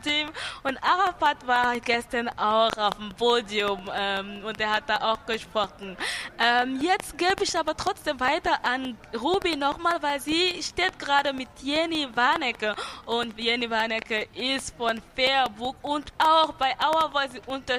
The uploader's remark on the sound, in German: Our Voice live vom Kartoffelmarkt! Live von den Containern haben wir auch mit Besuchern und Besucherinnen gesprochen.